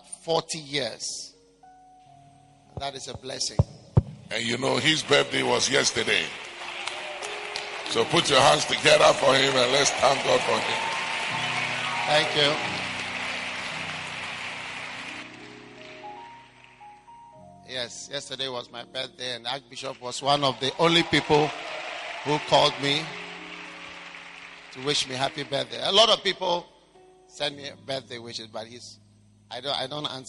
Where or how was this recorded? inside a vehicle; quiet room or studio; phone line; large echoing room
large echoing room